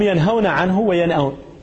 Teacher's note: لأن الهمزة والهاء كلاهما تخرج من أقصى الحلق